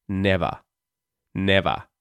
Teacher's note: we also don't say the R at the end of the word never because there's nothing after it.